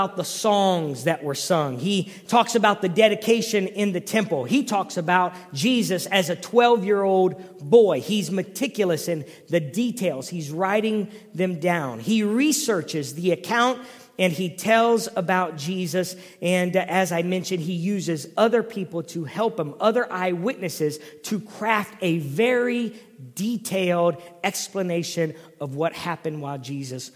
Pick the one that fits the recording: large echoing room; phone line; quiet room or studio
large echoing room